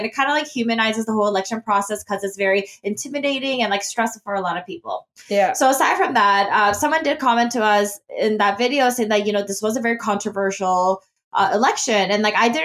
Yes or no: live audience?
no